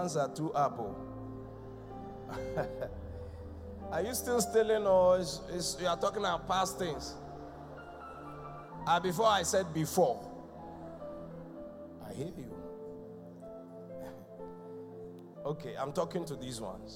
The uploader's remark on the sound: Preached at The Qodesh